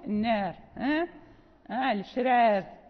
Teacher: إذا قرأنا كلمة مثلا النار وكانت مجرورة قرأناها بالإمالة، إذا وقفنا عليها نقف النار، الشرار، يعني نقف بالإمالة وصلا ووقفا